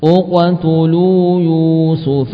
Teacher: Uqtulu dengan mendhammahkan alifnya, dibaca dengan hamzah dhammah.